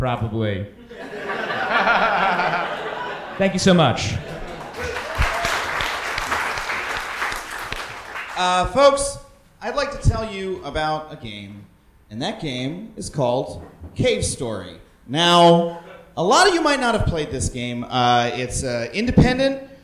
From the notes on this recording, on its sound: A live band, and surprise guests. Recorded live at NYC Podfest.